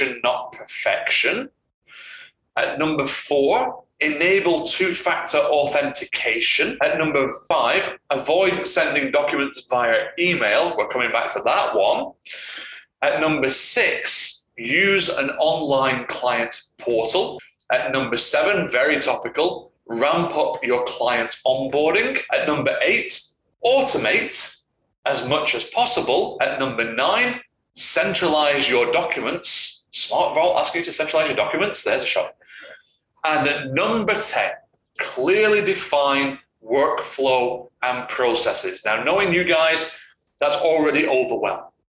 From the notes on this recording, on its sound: APOLOGIES FOR THE AUDIO ON THIS EPISODE